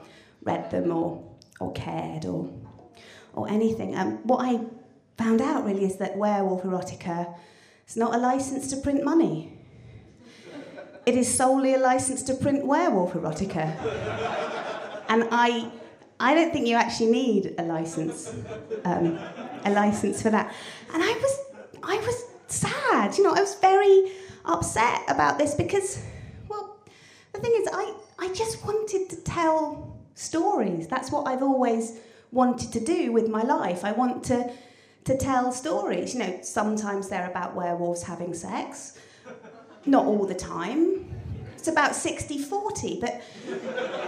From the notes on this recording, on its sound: The second of three live recordings from our Tragic Horror live event which took place at the Hackney Attic on the 25th October 2014.